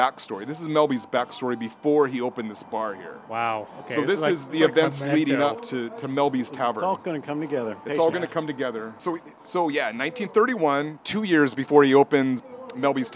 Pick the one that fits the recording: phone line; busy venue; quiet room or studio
busy venue